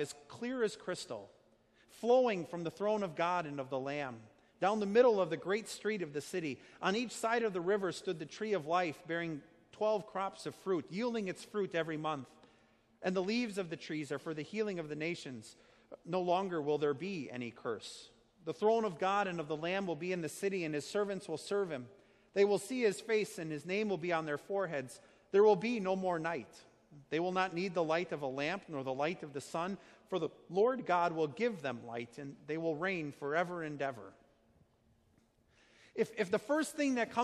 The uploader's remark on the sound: Sermon preached at Our Savior Lutheran Church in Birmingham, AL, on Sunday, November 10th, 2019.